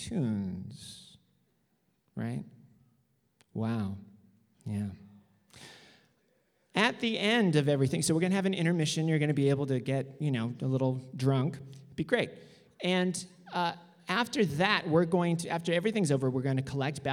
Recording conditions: live audience